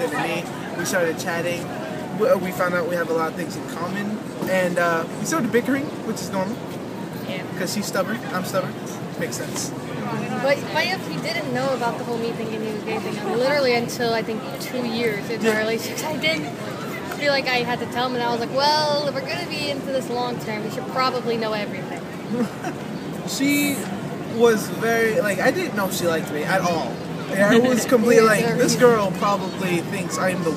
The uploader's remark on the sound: Street Festival in Cambridge, MA, 2014